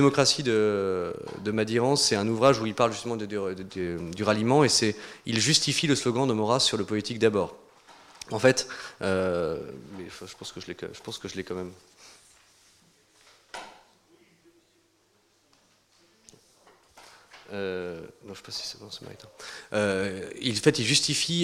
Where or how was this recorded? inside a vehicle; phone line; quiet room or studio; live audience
live audience